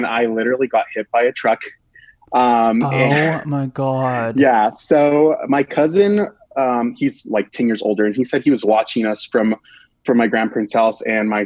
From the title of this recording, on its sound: Listener Phone Call Extravaganza